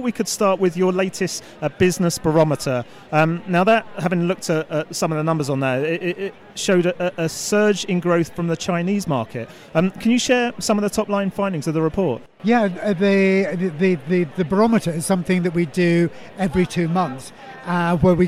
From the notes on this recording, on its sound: Recorded at the World Travel Market, 2018, we partnered up with some of the exhibitors and delegates to get a flavour of what was being discussed at the event.